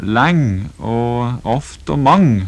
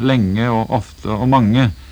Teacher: Det er altså former med noe som heter apokope, det vil si at siste vokalen i ordet faller bort · Shown in: first take